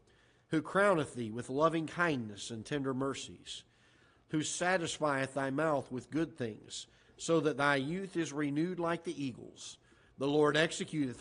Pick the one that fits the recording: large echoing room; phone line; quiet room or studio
large echoing room